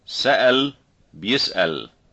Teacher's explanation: Glottal stop in word medial and word final positions. No contrasts.